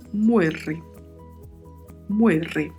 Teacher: a letra E com o som fechado, né, de E, e o R com o som vibrato